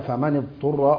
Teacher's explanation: يقرأ بكسر أول الساكنين